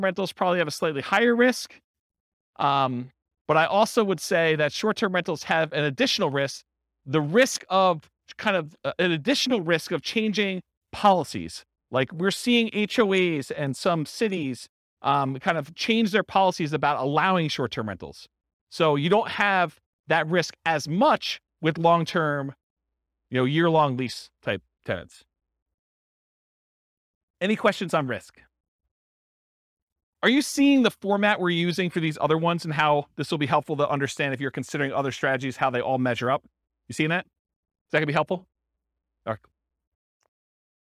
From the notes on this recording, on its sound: This was a live class recorded